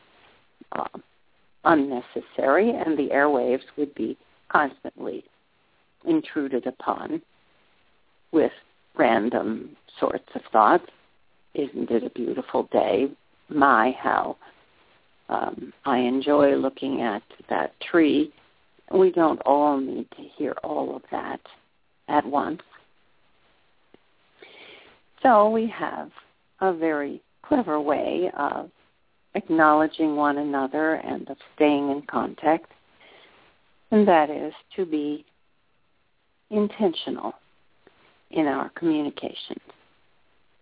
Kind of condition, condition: link, phone line